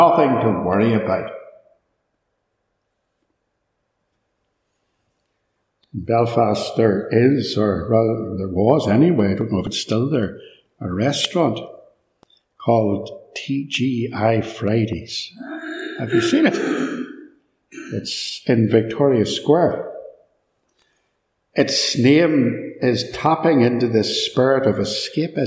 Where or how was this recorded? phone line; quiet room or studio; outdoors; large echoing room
large echoing room